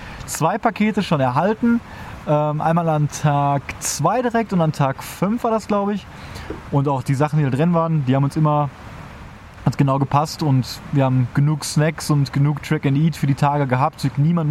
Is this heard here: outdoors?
yes